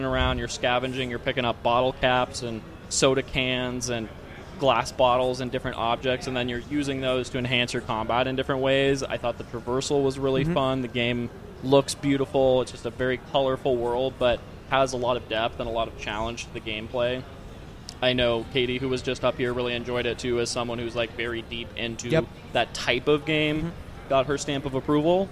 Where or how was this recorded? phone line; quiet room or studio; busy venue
busy venue